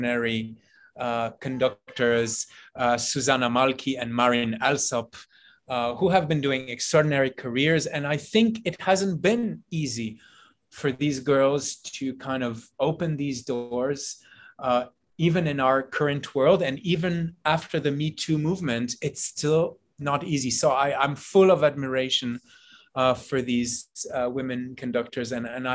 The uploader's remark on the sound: via Zoom